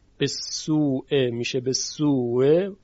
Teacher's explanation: ادغام میشه به سوء که با یک واو مشدد تلفظ میشه. و دقت داشته باشید که همزه بعد از اون هم تحقیق میشه، یعنی تسهیل نمیشه، بسوء الا.